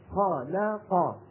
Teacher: فقا المفتوحة تخرج بتباعد طرفي مخرج القاف ويصاحب ذلك تباعد الفكين أيضا